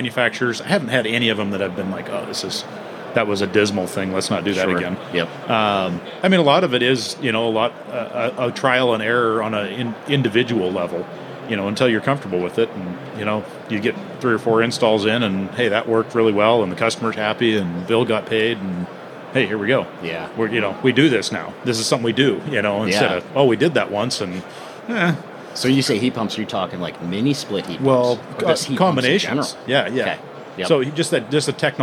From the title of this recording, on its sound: live from AHR Expo